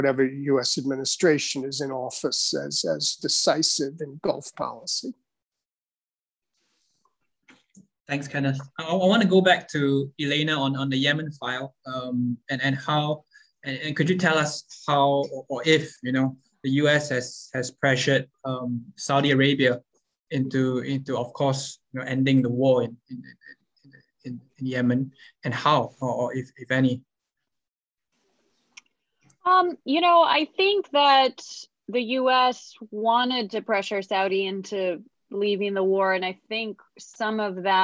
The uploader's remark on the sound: This public talk was conducted online via Zoom